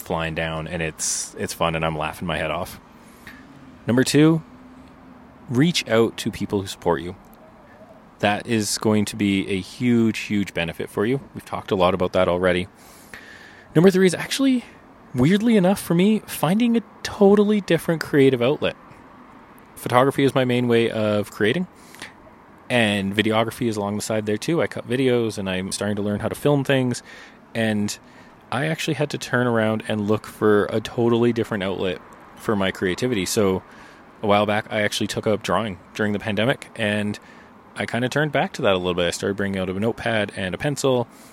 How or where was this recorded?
outdoors